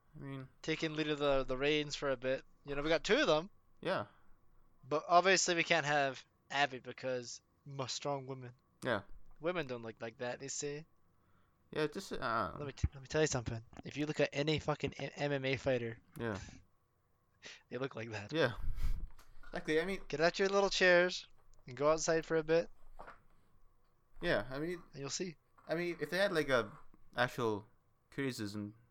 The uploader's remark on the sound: Sorry about the audio problems in this one